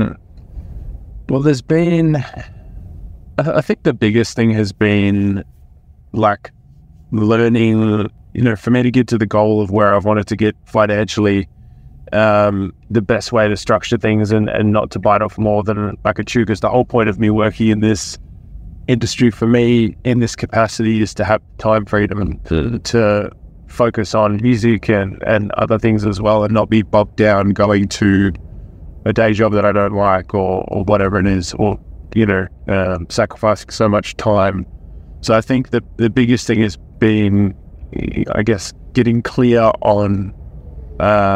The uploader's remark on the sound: Coaching in the Car